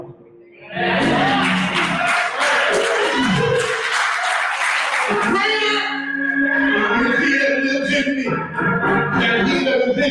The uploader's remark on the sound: We apologize in advance for the audio as we were having technical difficulties.